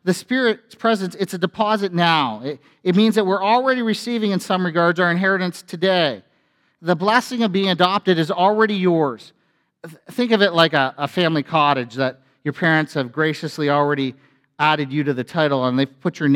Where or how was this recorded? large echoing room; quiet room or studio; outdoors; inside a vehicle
large echoing room